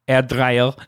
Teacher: a rolling of the R's